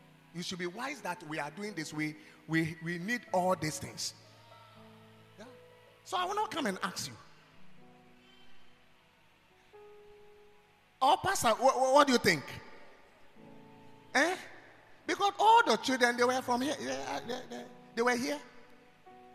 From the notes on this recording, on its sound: Preached at God's Haven Ministries, The Purpose Assembly.